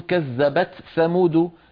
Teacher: قبيلة تقول كذبت ثمود بإظهار التاء